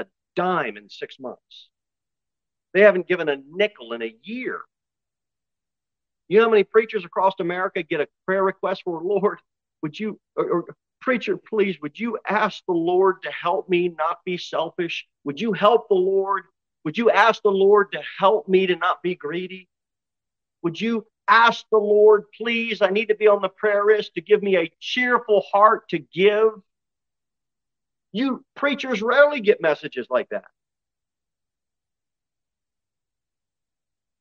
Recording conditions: large echoing room